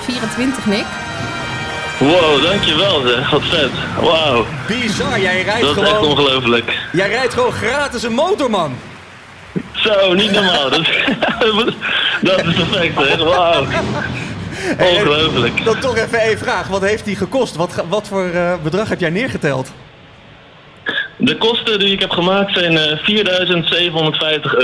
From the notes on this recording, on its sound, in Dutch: Onze stand en studio op MOTORbeurs Utrecht. Deze MOTORbeurs special is opgenomen tijdens MOTORbeurs Utrecht 2024.